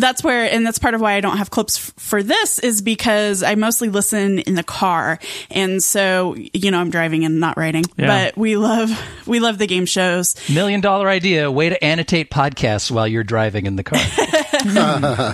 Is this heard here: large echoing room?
no